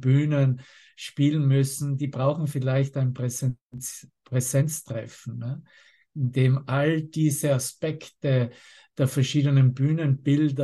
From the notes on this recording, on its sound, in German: Zoom-Session. Veranstaltet von der Aleph Akademie.